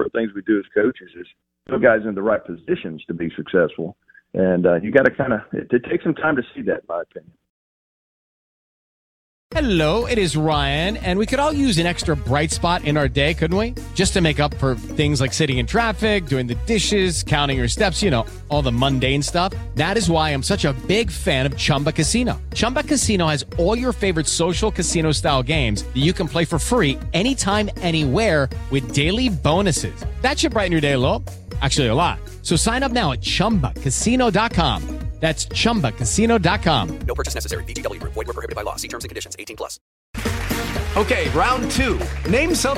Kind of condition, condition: link, phone line